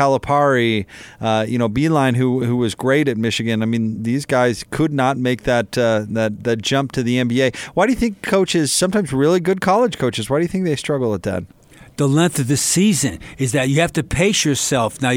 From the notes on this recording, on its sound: In the locker room following the Jazz win against Washington.